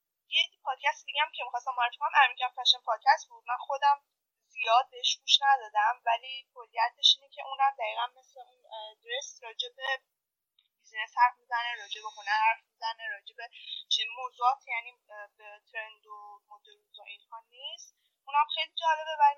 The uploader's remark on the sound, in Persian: اگر کیفیت کار با بقیه اپیزودها فرق داره به دلیل نحوه متفاوت ضبطه